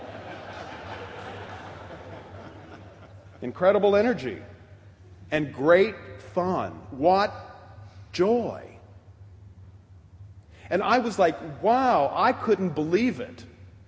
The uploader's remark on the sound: preached at the 2010 Pride Eucharist on October 7, 2010, at All Saints' Episcopal Church.